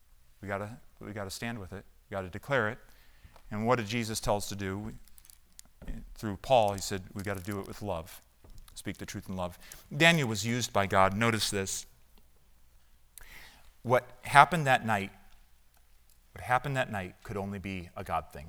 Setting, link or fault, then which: setting, large echoing room